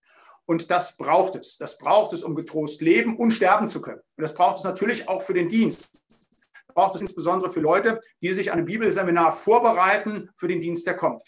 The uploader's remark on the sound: Bibelseminar Bonn via Zoom.